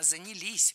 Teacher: Ударение ставим все туда же, на последний слог, рядышком с частью «с».